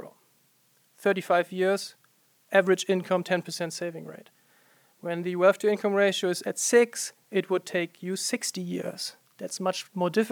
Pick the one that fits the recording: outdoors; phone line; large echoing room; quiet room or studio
large echoing room